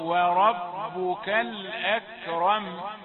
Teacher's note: تبين همس الكاف هي مهموسة وليست مقلقلة، همزة مرققة وكاف مهموسة، واضح أن الراء ما دامت مفتوحة فهي مفخمة